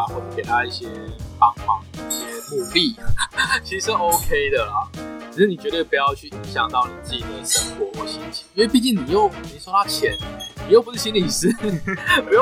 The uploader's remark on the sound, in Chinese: 本集音檔為 2019 年錄製，錄製時收錄較多環境雜音，已降噪處理加上背景音樂